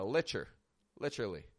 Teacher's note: In British English, you're going to more hear literally because they don't use that, you know, American T, the flap T